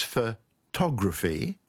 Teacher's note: photography, with the stress on the second syllable